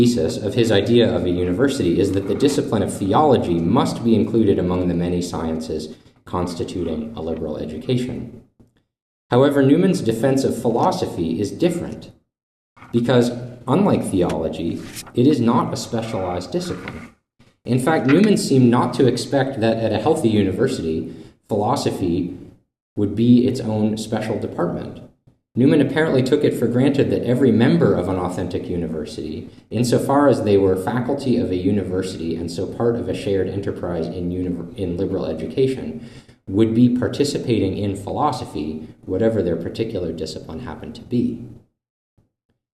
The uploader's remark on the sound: This lecture was given on April 27th, 2023, at Saint Louis University.